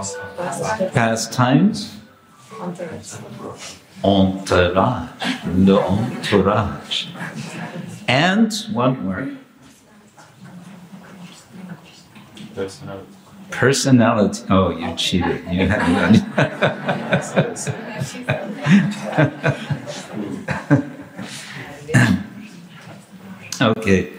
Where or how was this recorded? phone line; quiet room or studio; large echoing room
large echoing room